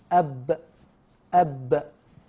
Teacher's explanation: ما في هواء، ما في نفس، ما فيش نفس بيجري · Term: احتباس النفس